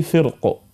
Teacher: أما عند الوقف على فرق بسكون ففي الراء التفخيم لا غير